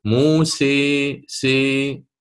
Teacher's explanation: سيرتفع اللسان أكثر في اتجاه الحنك الأعلى مقارنة بالإمالة الصغرى · Term: الإمالة الكبرى